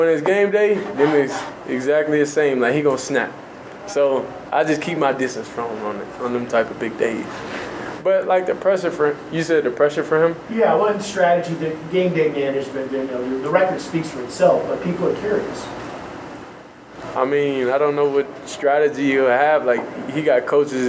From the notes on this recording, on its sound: Colorado Buffaloes mid-spring ball press conference. Fielded questions from the media in a press conference setting.